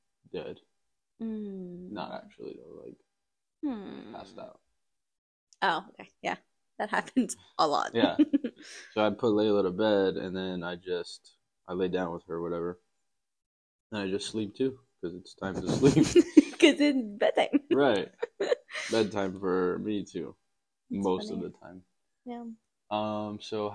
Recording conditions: poor sound quality